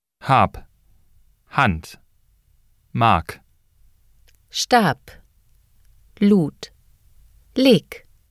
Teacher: Final B, D, G. When the consonants B, D, or G appear at the end of a word or syllable, they're pronounced as P, T, and K, respectively.